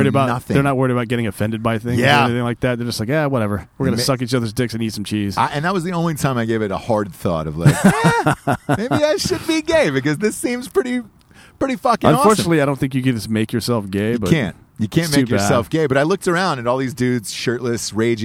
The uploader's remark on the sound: they stop in a picturesque park where couples are taking breathtaking wedding photos, and record one the most disgusting shows possible